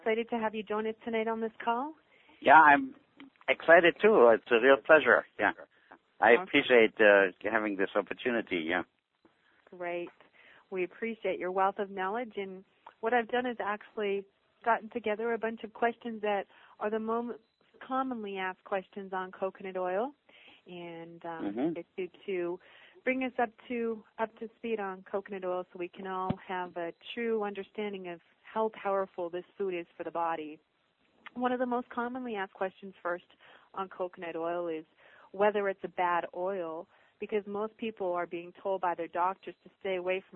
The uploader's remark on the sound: Avena Originals Conference Call